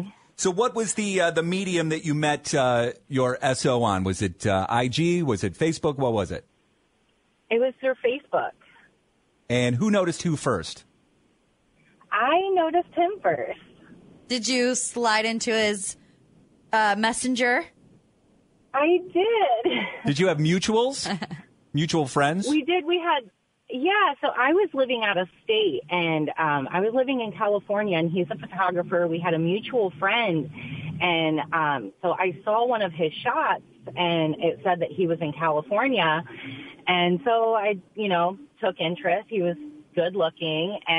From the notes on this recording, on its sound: Phoned in to tell us.